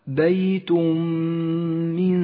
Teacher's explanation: بيت من إدغام بغنة، سقط التنوين من اللفظ ولذلك لون بالرمادي، وشددت الميم وغنت بمقدار حركتين